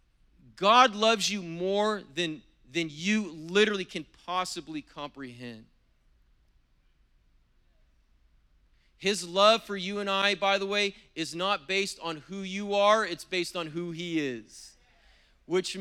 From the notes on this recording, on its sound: was preached on April 17th at the 10AM service